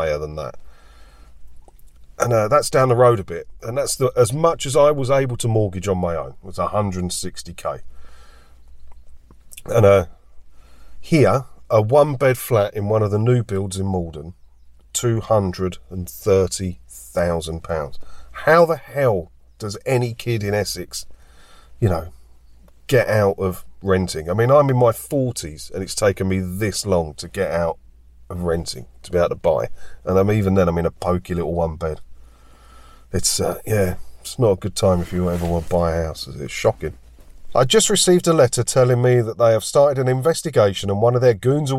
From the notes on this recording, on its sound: Join me for a chat in my car today